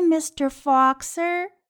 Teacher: 把 Fox 后面的 s 和 Sir 它的 s 连在一起了。大家注意，如果，呃，头和尾的辅音是一样的，我们念一个就可以了，就不用念成 Mister Fox Sir，念